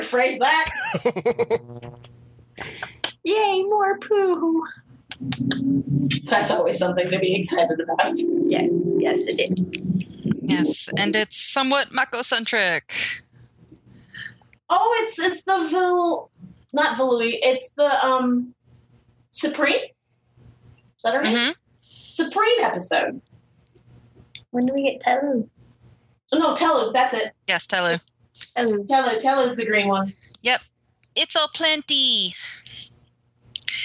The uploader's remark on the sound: There are some audio issues with this podcast.